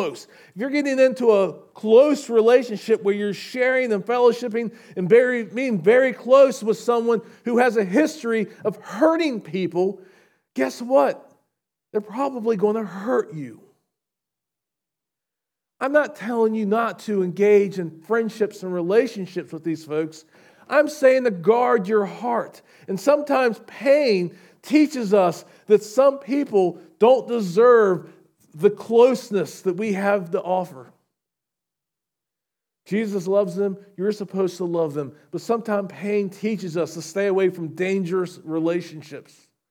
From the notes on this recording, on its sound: Recorded at Shenandoah Valley Baptist Church on Dec 31, 2023.